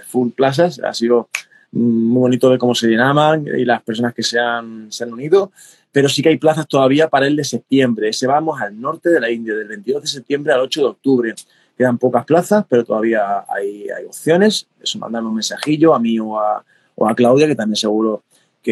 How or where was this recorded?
video call